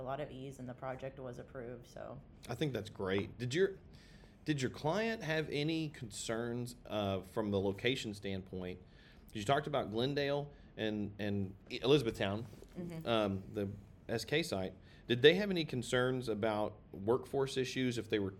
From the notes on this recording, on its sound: live from Myrtle Beach at the Business Facilities LiveXchange Site Selection Event